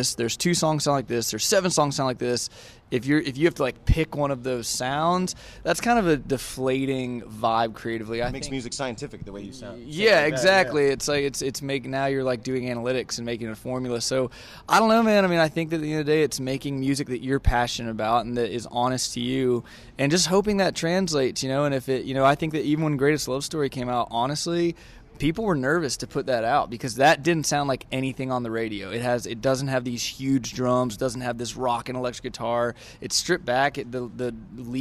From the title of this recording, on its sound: Live from Trackside Music Festival